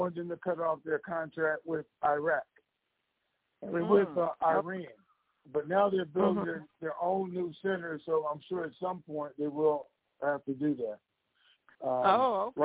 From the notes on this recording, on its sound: Conference Call